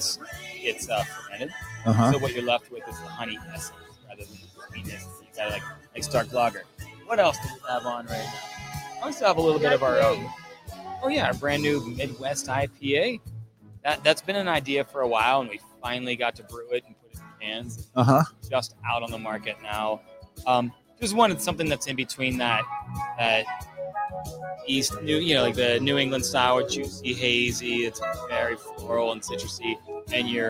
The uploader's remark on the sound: live from Penguin City Brewing!